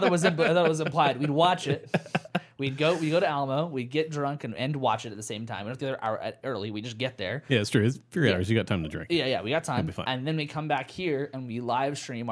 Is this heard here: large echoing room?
no